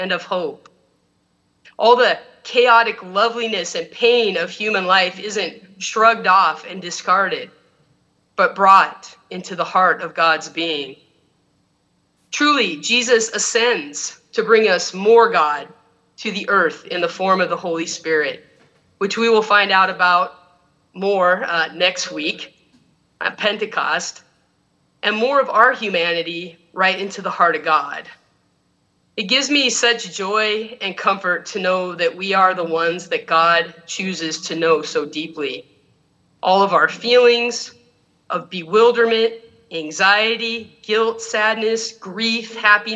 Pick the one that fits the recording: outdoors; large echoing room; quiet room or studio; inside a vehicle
large echoing room